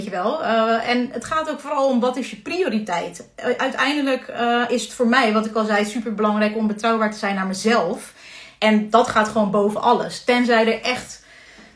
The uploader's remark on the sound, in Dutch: Deze maand neem ik iedere werkdag LIVE via Instagram een podcast op